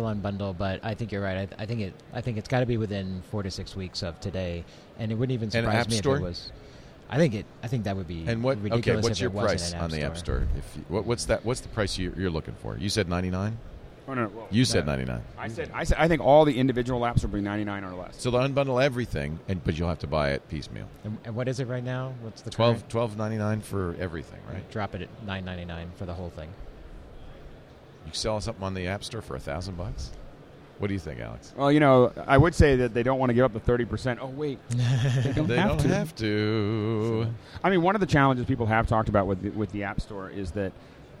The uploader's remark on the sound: Live from NAB Show 2011